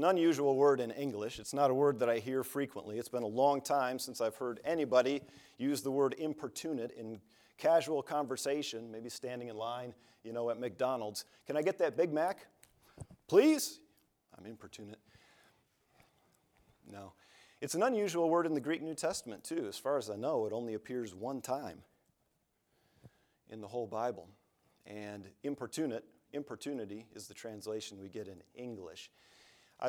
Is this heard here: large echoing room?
yes